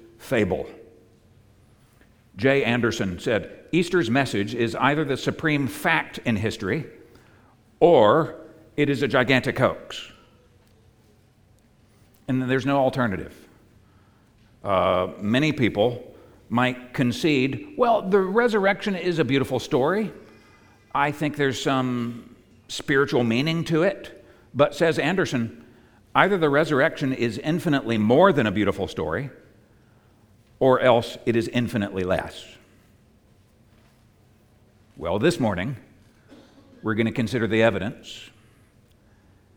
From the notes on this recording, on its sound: At the United Christian Church of Dubai. On Easter Sunday 2022.